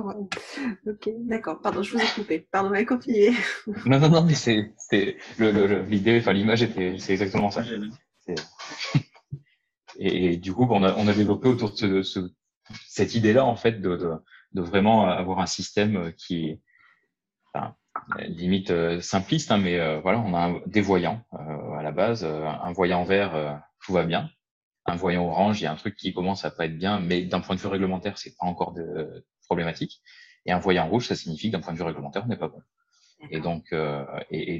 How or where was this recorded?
video call